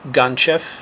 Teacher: The final V would be devoiced to an F pronunciation unless it was followed by a word beginning with a vowel.